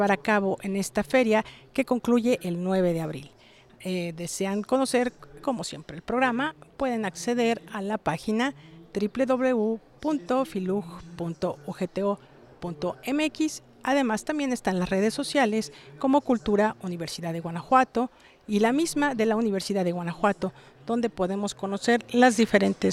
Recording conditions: busy venue